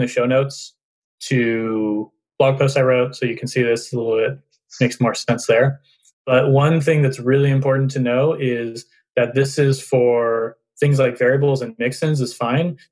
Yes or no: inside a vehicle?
no